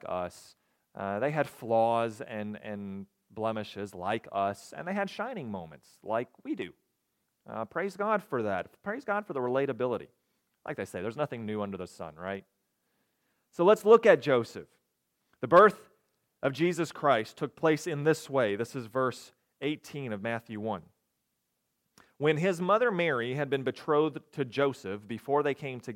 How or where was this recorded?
large echoing room